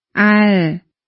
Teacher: เช่นคำว่าอัลต้องกระดกลิ้นด้วยนะคะ · Term: แม่กล